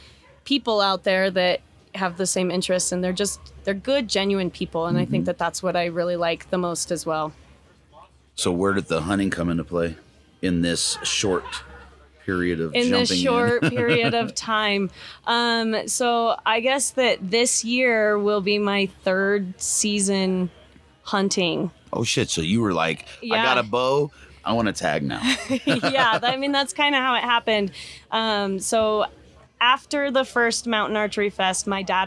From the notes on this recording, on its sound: Live from Mountain Archery Fest